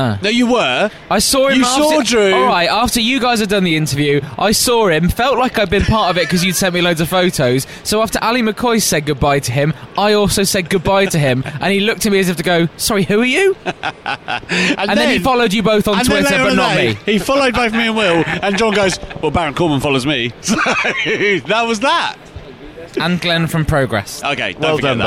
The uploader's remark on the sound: Today's podcast comes "live" from All Bar One in the O2 arena after the SDLive tapings